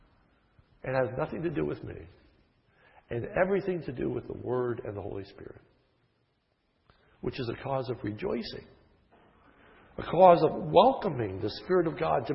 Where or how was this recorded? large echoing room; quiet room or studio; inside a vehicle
large echoing room